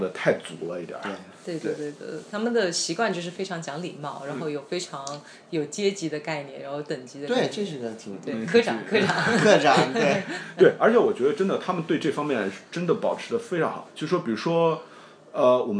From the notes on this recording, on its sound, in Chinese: 人在外地不方便录音才是真的。这期节目也是草草的用手机录音设备录下的。音质一般。实在没有力气好好编辑，就草草上传了。在东京百玩之中抽空帮我录节目。